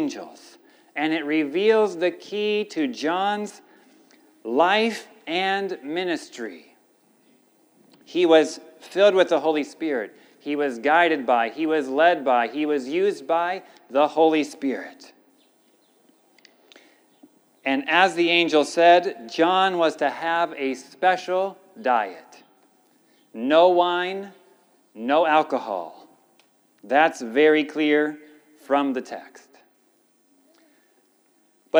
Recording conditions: large echoing room